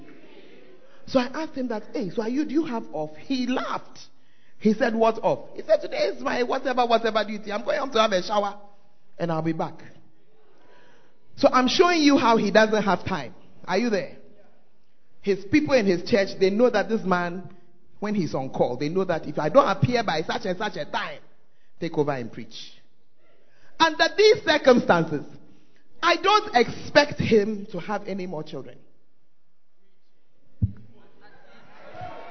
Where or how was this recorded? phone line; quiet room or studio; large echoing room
large echoing room